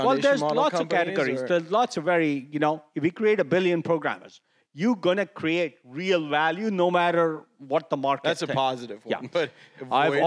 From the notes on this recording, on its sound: Two conversations from the Cerebral Valley AI Summit. Sat down on stage at the Cerebral Valley AI Summit.